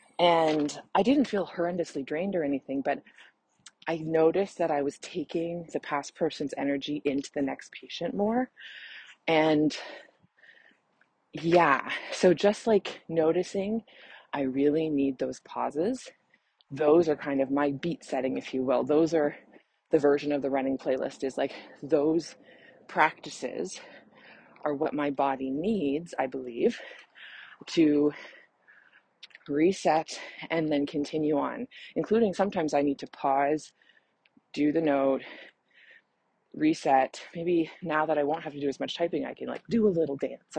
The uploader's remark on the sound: Please enjoy the heavy breathing and birds chirping as I was literally in the middle of a run when I decided I had to record this.